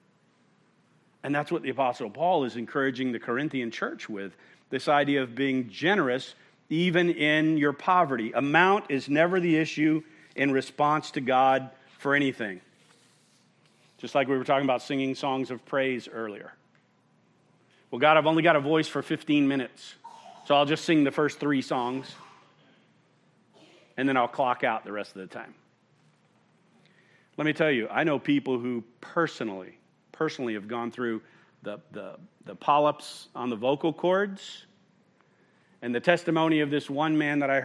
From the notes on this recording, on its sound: at Murrieta Valley Church in Murrieta, California